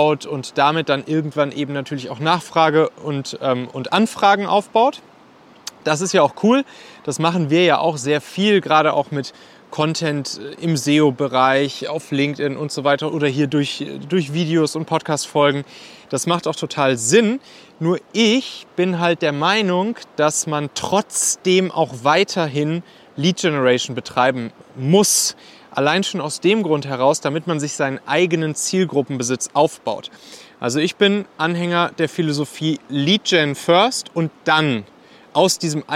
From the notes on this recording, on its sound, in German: Aufgenommen am Strand in Lettland.